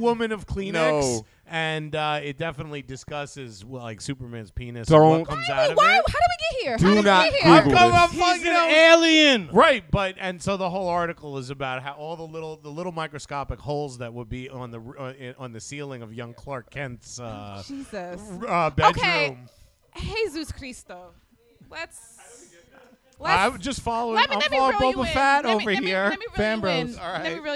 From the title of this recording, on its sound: Live From Bergen St Comics